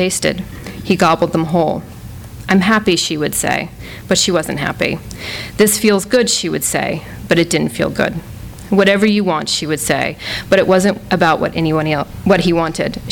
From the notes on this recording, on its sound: A launch party for the debut novel. THIS EVENT WAS RECORDED LIVE AT SKYLIGHT BOOKS.